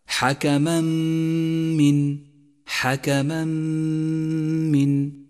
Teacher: نقف على الحرف الذي بعده بغنة زمنها حركتان، ولذلك لون الحرف الذي بعد التنوين في مصحف التجويد باللون الأخضر إشارة إلى موقع الغنة، فيصير اللفظ هكذا: حكما من، حكما من. · Term: الإدغام بغنة